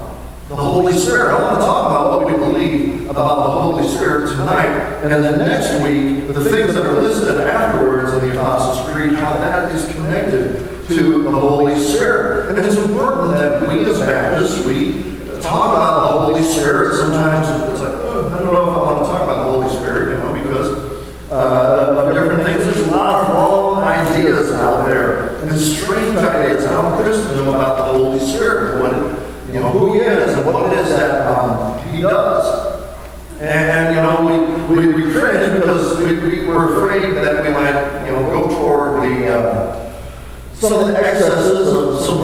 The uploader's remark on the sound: Poor sound quality first 5 minutes...we apologize